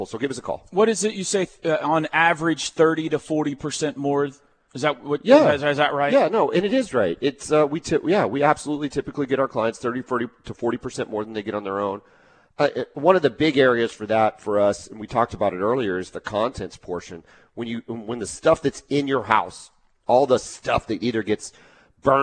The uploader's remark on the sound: LIVE FROM BROWN OHAVER